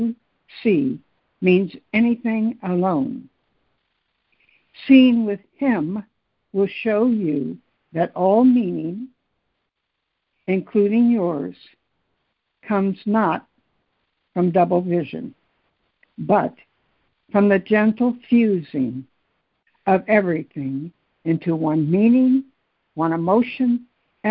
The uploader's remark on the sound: ACIM Daily Conference Call.